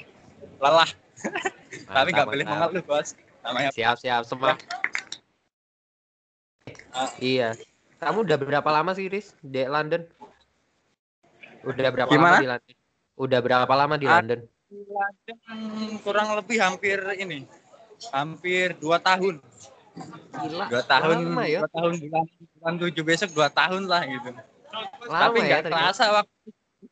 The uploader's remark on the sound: Live In Chinatown London